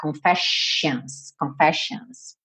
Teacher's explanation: esses dois S vão ter som de X, x, ou SH